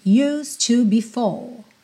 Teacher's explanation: do S direto pro D, que já vira T, para ligar no to.